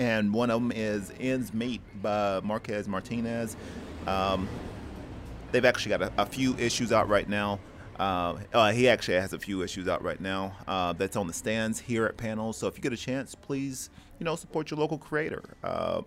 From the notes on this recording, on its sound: In this episode, we recorded live from Panels Comics and Coffee in Oceanside, Ca.